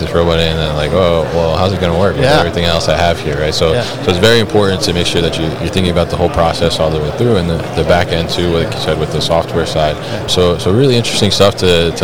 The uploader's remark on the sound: live from ProMat 2023